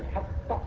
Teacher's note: يعني انفجاري فيه وقفة يعقب الوقفة انفجار. يبقى هو مكون من خطوتين. · Term: القلقلة